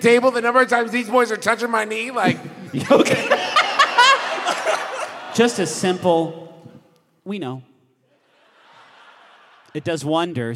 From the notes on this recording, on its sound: Live from the best venue in the contiguous United States in Milwaukee, WI!